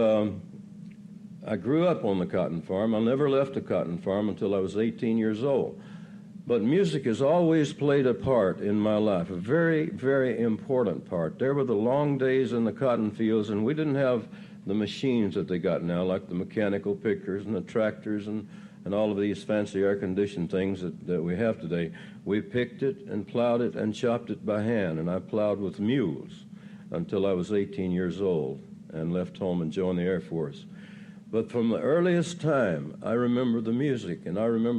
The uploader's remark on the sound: Recorded at the 1988 Academy of Achievement Summit. Asnwered a few questions from the students.